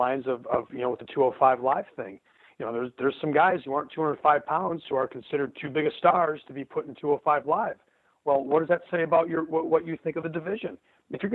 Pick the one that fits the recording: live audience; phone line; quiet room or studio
phone line